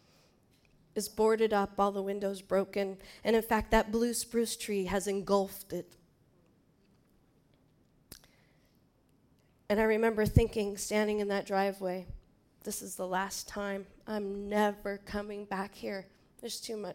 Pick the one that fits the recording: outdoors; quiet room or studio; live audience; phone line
live audience